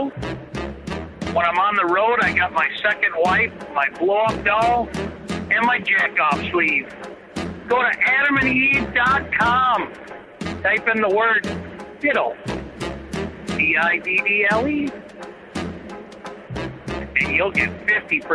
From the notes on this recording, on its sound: Phone calls.